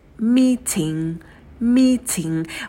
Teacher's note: В слове meeting у нас в первом слоге долгий и, как такая волна. Второй слог – это краткий и.